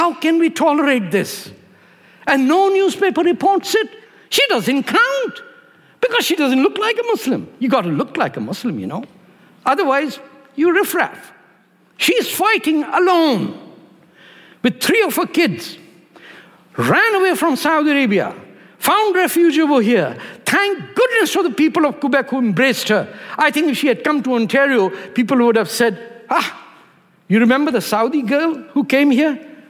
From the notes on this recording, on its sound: at ideacity 20th anniversary conference